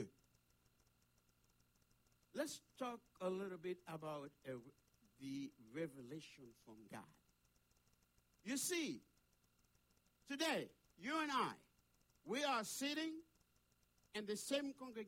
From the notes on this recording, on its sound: Sunday Service Live.